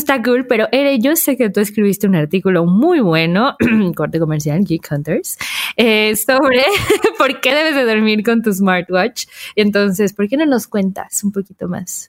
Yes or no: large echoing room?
no